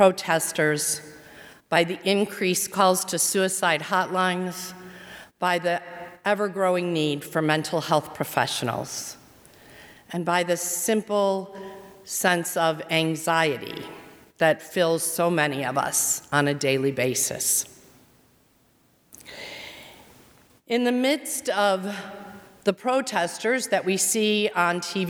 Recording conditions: large echoing room